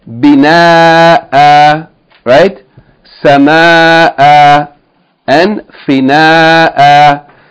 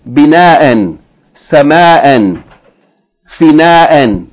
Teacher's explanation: if you stop on them, you're going to pronounce it as though there's elongation of the fatha of the tanween · Shown in: first take · even though there's no alif written after it.